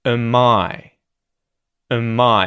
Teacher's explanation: we can turn the A sound in the auxiliary verb am into a schwa sound.